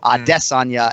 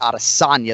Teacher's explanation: He's emphasizing that second syllable · Shown in: first take · Adesanya, and not Adesanya, the third one.